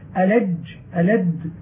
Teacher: فلا يجري النفس مع الجيم والدال، وكذلك أخواتهما، فلما اشتد في موضعه وامتنع الصوت أن يجري معه سمي حرفا شديدا. · Term: الحرف الشديد